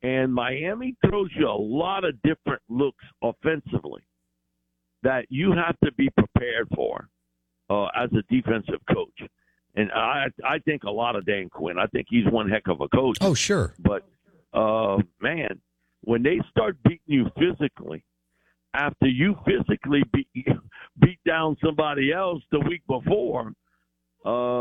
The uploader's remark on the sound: Joins the show on the Farm Bureau guest line talking all things NFL live in the BankPlus Studio.